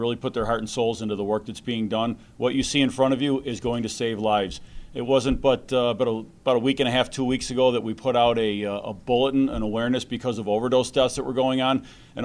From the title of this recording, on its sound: Erie County Sheriff's Office press conference